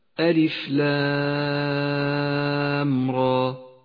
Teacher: يسمى مد اللام هنا مدا لازما حرفيا مخففا، يمد 6 حركات لزوما، ميز باللون الأحمر الغامق إشارة إلى زمن وموقع المد، بينما يمد حرف الراء 2 حركات فقط.